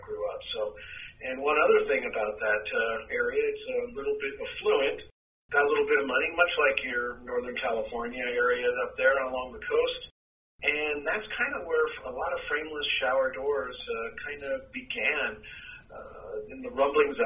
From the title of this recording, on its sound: Phone Interview